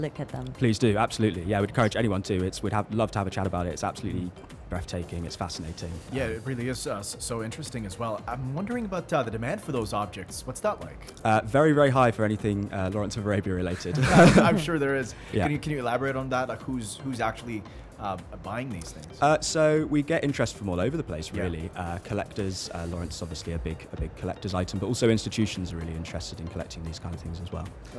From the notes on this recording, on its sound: Live from SIBF 2022. Live interview from SIBF 2022.